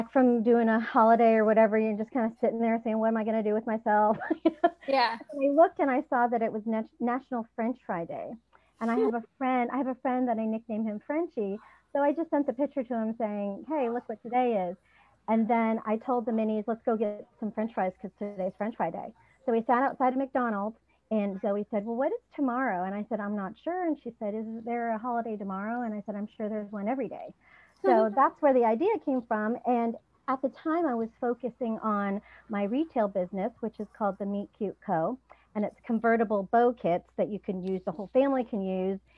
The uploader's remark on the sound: This was a LIVE interview done in the Digital Marketing Strategies for Coaches of All Things Spiritual & Taboo Facebook Group